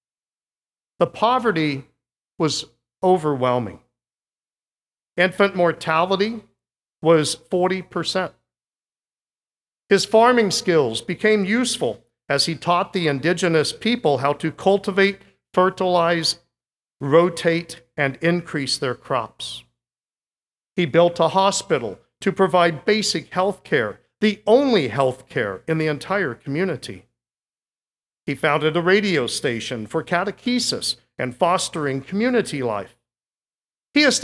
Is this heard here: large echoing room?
yes